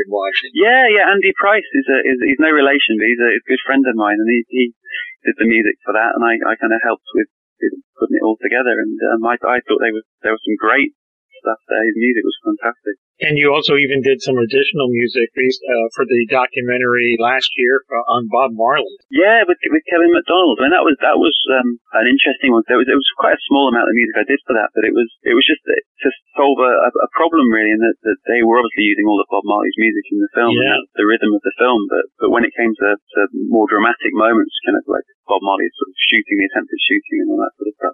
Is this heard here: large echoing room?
no